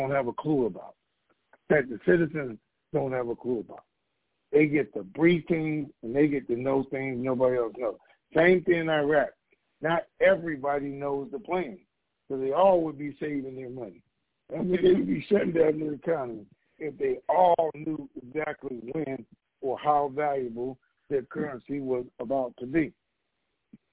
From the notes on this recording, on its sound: Conference Call